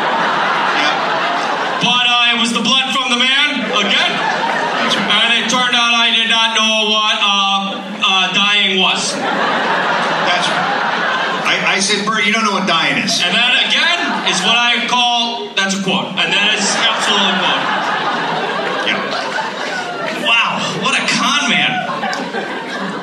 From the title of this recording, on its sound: Live in Minneapolis